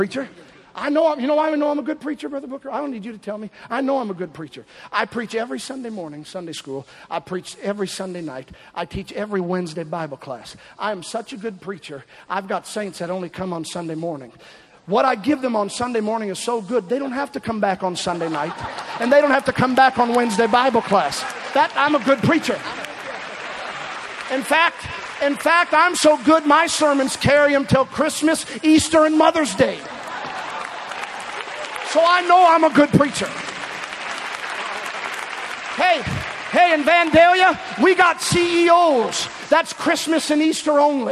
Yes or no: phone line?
no